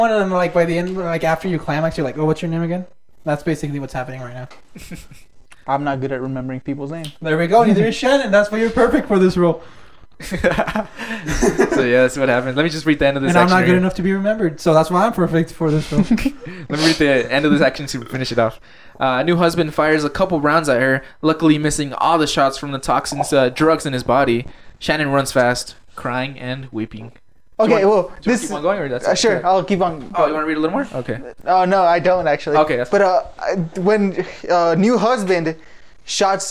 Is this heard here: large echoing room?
no